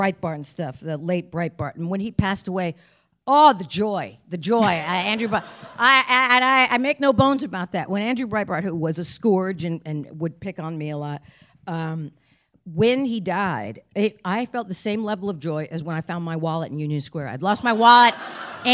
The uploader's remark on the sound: Live from Sketchfest! Special STEREO release! Onstage live from the Gateway Theatre in San Francisco!